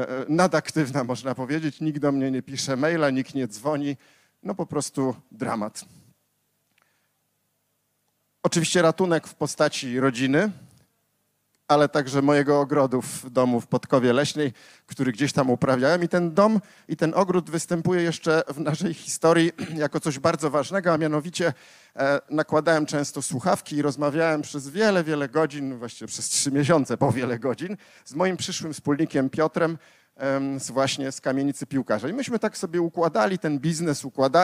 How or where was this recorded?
live audience